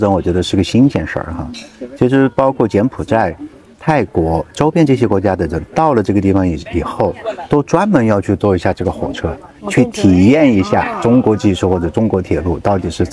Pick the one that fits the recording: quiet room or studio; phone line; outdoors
outdoors